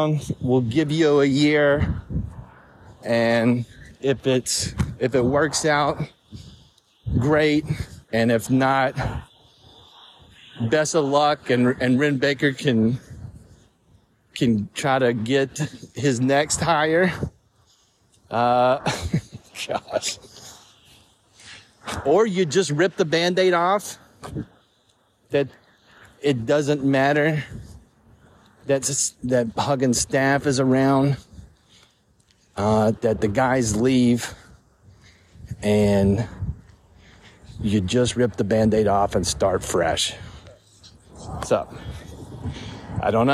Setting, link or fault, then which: setting, outdoors